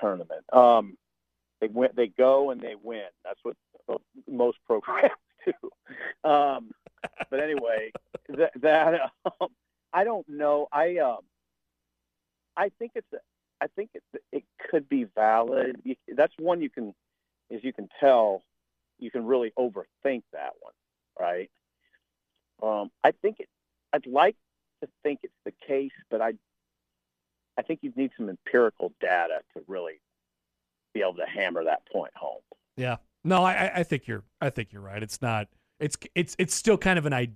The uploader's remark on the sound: calls us while driving